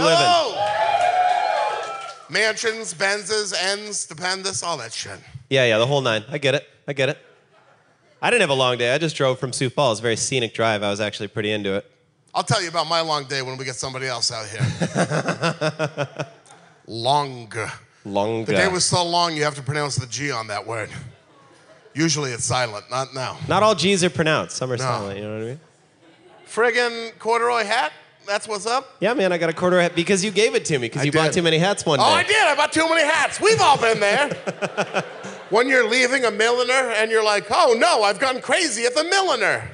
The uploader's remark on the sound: This episode was recorded live in Minnesota at The Turf Club .